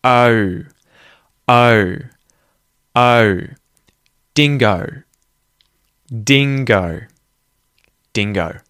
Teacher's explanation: The reason this is difficult is because it's a diphthong, and instead of the American O, where it's further at the back of the mouth, O in Australian English is much closer to the front of the mouth. So, we start with a, and then the mouth closes, it sort of goes, the chin comes up, the tongue comes up, and it sounds like ooh, right? · Term: Australian O sound